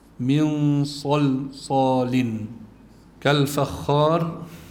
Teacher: الوقف على الراء بيكون بالتفخيم لأنه ما قبلها مفتوح، ما قبلها ألف لينة وقبل الألف اللينة دائما مفتوح. · الإنسان من صلصال، نون ساكن أتى بعدها صاد، كمان عنا إخفاء، فالنون الساكنة تخفى عند الصاد وبيكون إخفاؤها مع التفخيم لأن الصاد حرف مفخم